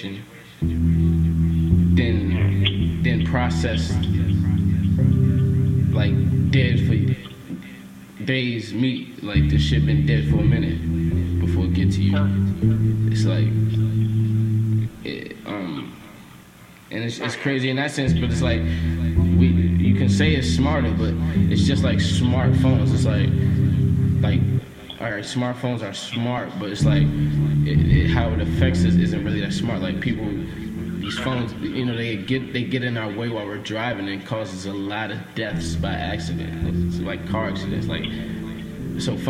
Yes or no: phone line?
yes